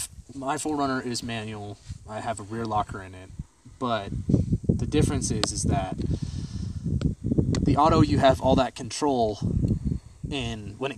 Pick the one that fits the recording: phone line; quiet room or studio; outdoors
outdoors